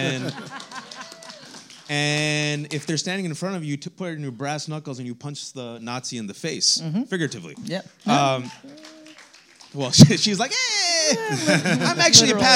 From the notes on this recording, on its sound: Live in Los Angeles. Live to the stage in Los Angeles.